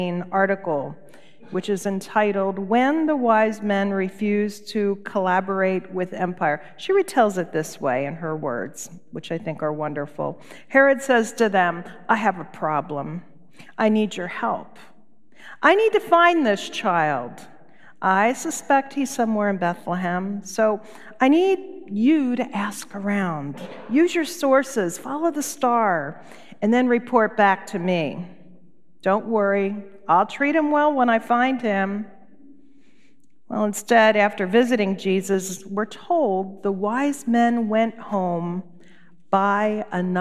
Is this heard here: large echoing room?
yes